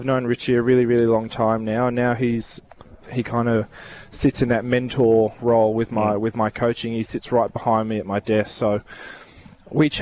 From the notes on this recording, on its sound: Live from the WA open.